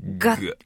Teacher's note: かなり怪獣チックな G の音っていうのはですね、はい、喉の奥をギュッと締めて出す音ですね